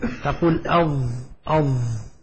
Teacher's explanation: مخرجها من حافة اللسان مع ما يلي من الأضراس العليا · Term: الضاد